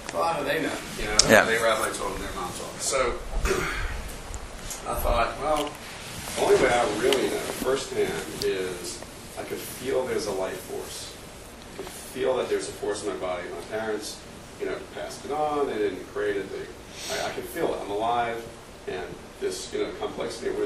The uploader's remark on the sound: Recorded live at the Intown Jewish Academy